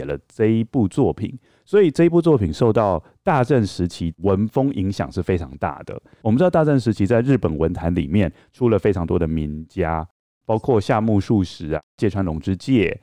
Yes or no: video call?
no